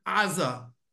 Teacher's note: the English speakers cannot say a guttural ayin, that's why they call it Gaza